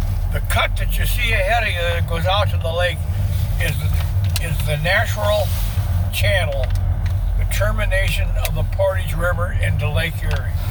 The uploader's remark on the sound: Catawba Island Driving Tour